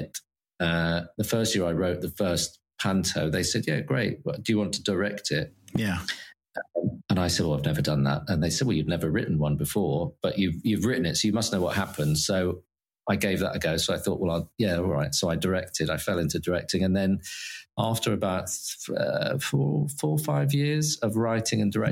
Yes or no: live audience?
no